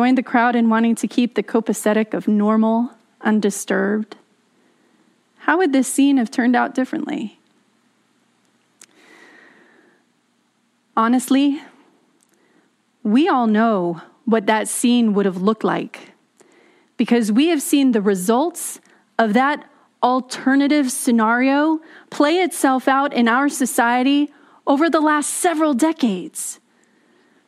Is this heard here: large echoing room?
yes